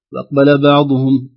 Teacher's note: كذلك البعض يختلس أحيانا الحركات الأولى للكلمة بسرعة، فنجد مثلا يقول وأقبل بعضهم، يختلس حركة الواو والهمزة بسرعة